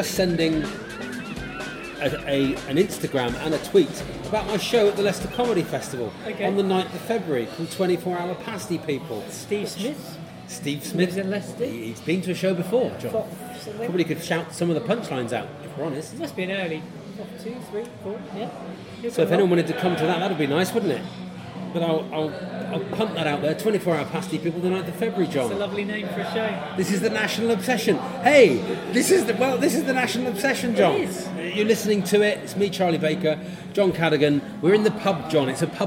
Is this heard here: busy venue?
yes